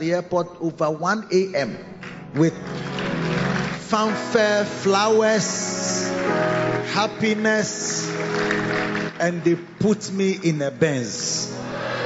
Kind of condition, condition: setting, large echoing room